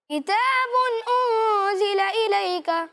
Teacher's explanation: یعنی کہ با پر جو دو پیش کی تنوین ہے اس میں آپ نے غنہ نہیں کرنا، اظہار کا اظہار کریں آپ۔